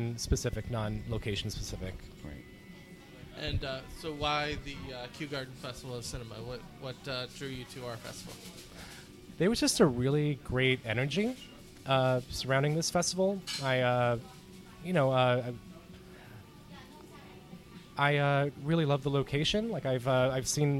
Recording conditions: busy venue